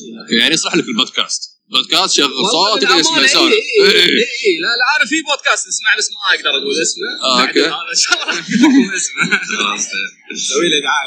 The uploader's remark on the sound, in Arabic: سجلنا الحلقة من وسط معرض ميكرفير الكويت ولذلك ستسمعون بعض الازعاج في الخلفية ، فالمعذرة على الجودة المنخفضة للتسجيل